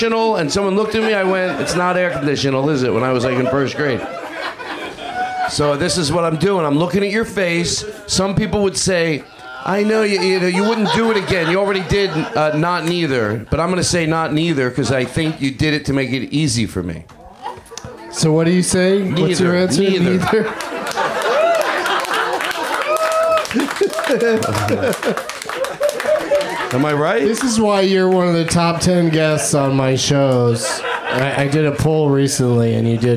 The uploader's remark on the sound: Live from the UCB Franklin Theatre